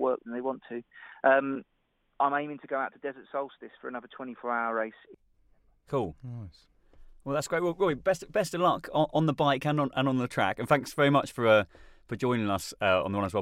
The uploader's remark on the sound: so we got him on the phone